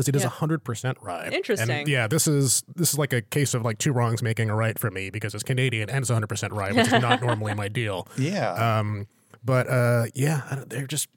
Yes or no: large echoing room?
no